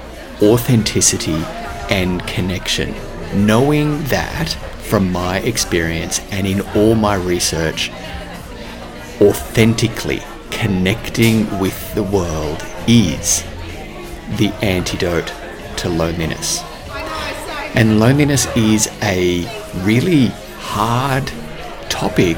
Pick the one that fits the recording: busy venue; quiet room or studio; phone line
busy venue